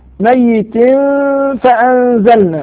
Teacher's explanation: إخفاء لوقوع حرف الفاء بعد التنوين